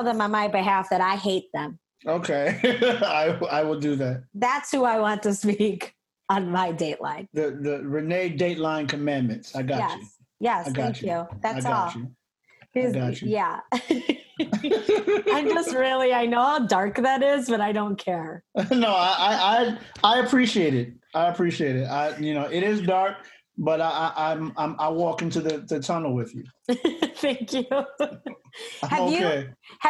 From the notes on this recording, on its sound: Two comedians log onto Zoom to record their very first True Crime episode.